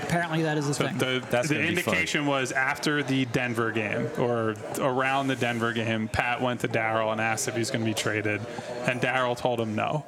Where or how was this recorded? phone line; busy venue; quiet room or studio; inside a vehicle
busy venue